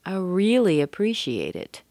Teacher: So probably I'm going to stress, really, I really appreciate it because I want to show my emotion.